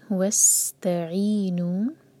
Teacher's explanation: سین کو وسل کی ساؤنڈ کی طرح پڑھنا ہے، سیٹی جیسی آواز آنی چاہیے